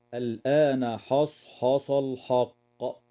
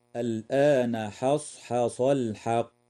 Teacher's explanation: فبعض المبتدئين يقرأ بتفخيم الحاء تأثرا بحرف الصاد والقاف فيقرأ خطأ هكذا: الآن حصحص الحق، وهذا خطأ، والصواب ترقيق الحاء وتفخيم الصاد والقاف · Shown in: second take · هكذا: الآن حصحص الحق.